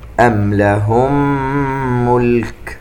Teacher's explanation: الميم عند الميم إدغام مثلين صغير